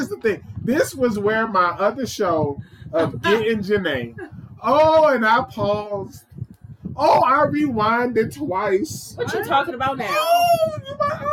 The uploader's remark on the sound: Forgive us for the loud fan sound.